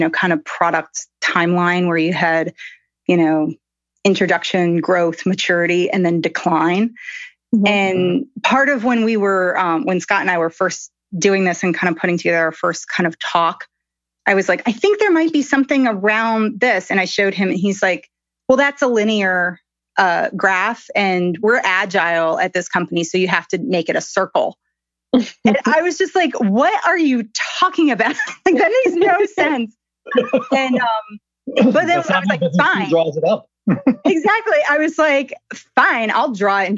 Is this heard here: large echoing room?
no